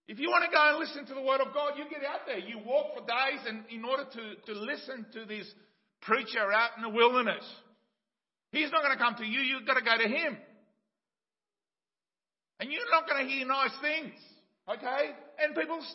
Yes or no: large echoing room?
yes